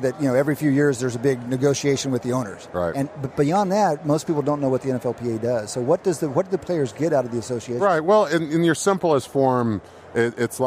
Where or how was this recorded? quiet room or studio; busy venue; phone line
busy venue